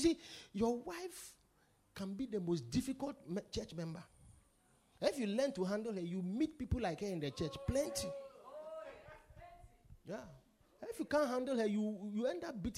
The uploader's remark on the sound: Preached at The Supernatural Encounter Service.